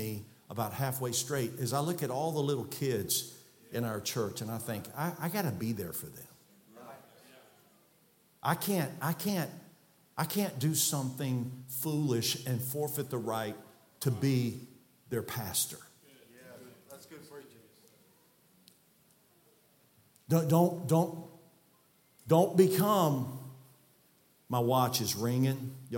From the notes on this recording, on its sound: from the pulpit of Calvary Baptist Church